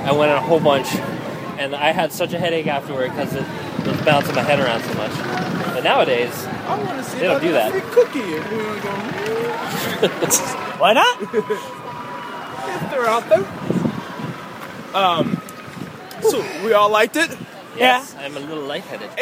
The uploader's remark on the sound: Talk nonsence while driving to get ice cream.